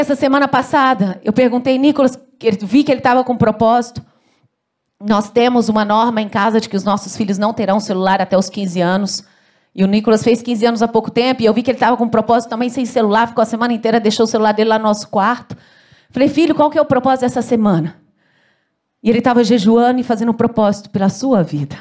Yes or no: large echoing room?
yes